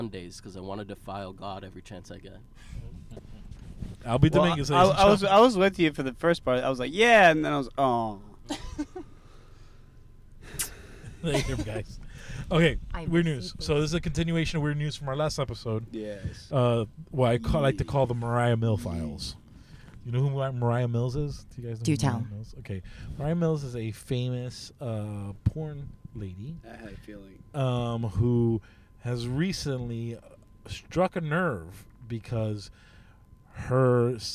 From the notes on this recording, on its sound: Recorded at Thank You Miami